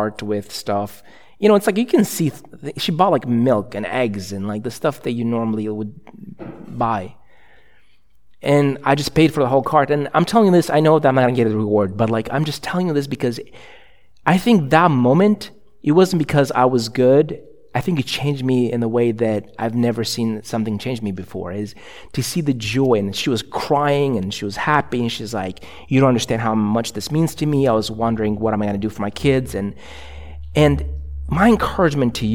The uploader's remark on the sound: a sermon preached at ILOE Church in Bellevue, WA